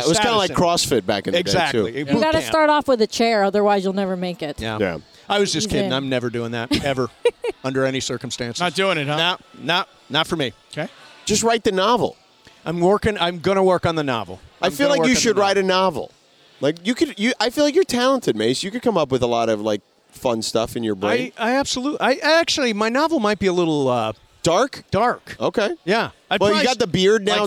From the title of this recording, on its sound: Live From Crypto.com Arena!